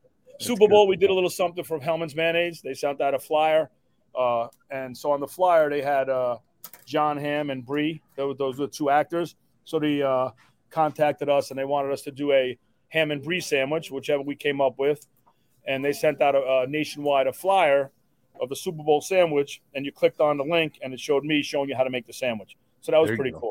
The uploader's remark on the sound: coming to you live from the Parkwood Deli!